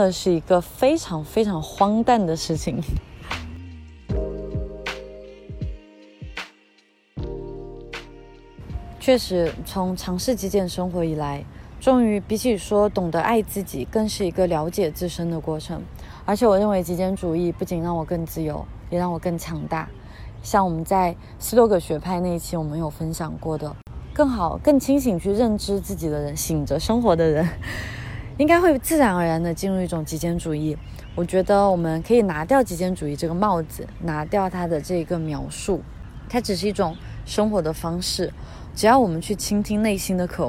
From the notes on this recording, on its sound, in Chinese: 这一期是在里斯本的城市公园录制的，风声比想象中大了一些，在某一部分可能会影响一部分音质